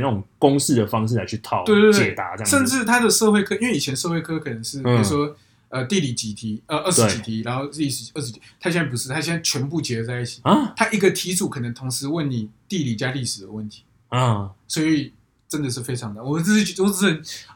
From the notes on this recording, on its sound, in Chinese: 本集錄音出了點問題，聲音部分請見諒